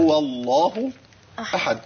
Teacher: قل هو اللي هو مفتوحة، يبقى تفخم اللام لأن قبلها مفتوح